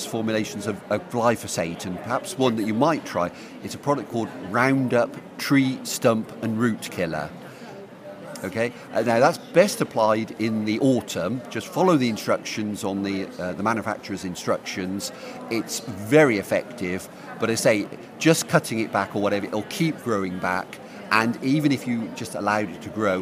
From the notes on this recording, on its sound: RHS Great London Plant Fair 2014 at The Royal Horticultural Halls in Vincent Square, London. Our team of horticultural advisors are live at The Lindley Hall answering your gardening questions.